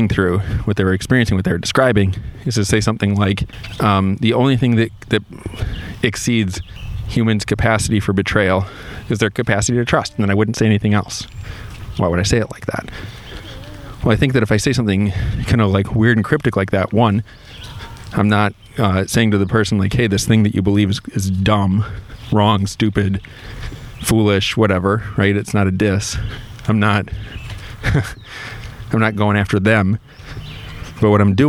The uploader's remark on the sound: This podcast-lecture is the recap of class #2, and I did it while I was walking.